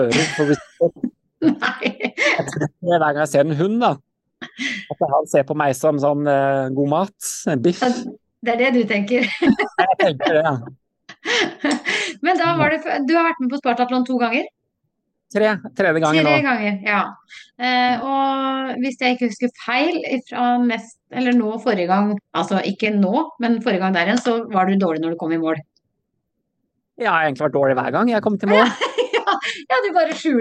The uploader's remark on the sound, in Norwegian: på Zoom, rett fra sola i Arizona